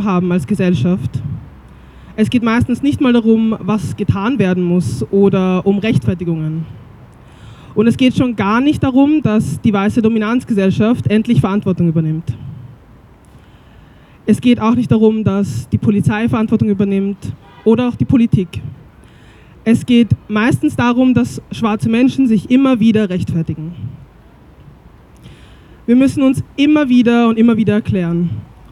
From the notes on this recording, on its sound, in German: Ausschnitte aus Kundgebung im Wiener Stadtpark am 15.7.2023.